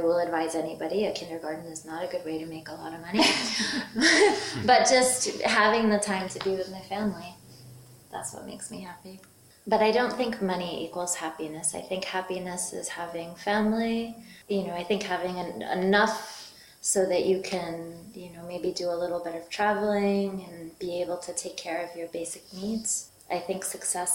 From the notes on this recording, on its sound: Sorry about the quality of the audio: I did the recording in a room with a lot of echoes!